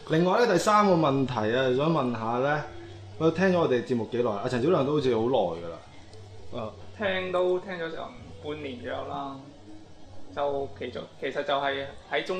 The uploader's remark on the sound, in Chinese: 7.11 SooFM线下活动正式启动。7个小矮人一起录节目玩游戏很过瘾哦。大家也在欢笑声中渡过了有一个愉快的下午。我地用声音还原热闹欢乐的活动现场。